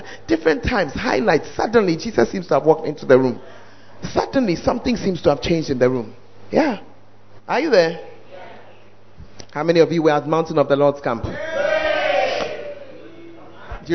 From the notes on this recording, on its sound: Preached At The 100s and 200s Camp.